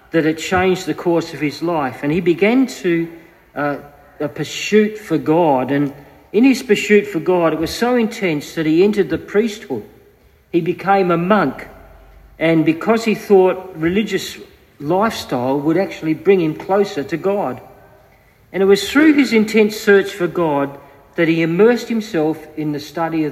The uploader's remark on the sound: Due to a power outage, this was recorded just using an iPhone through a PA, so the audio quality may vary.